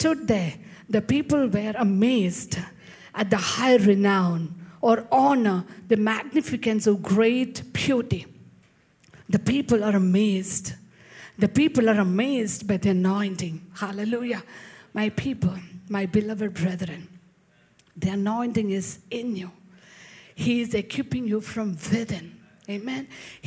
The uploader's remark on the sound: preached at Sunday Service on 25 February 2024 at Revelation Church